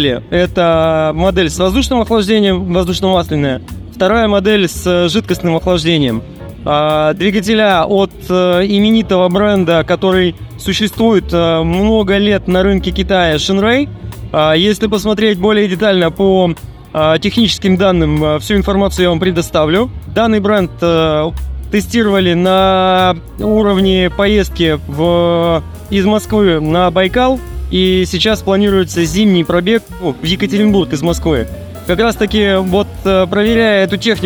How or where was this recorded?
busy venue